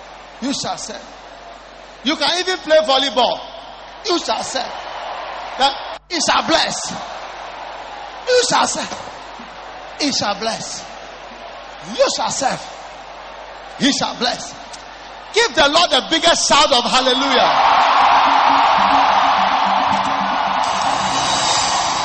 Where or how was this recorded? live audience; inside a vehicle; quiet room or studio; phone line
live audience